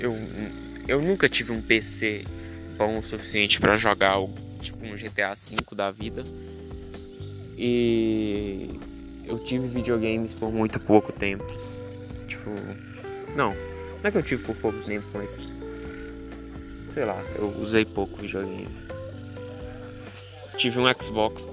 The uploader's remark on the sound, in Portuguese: In roça. Muito barulho, desculpa.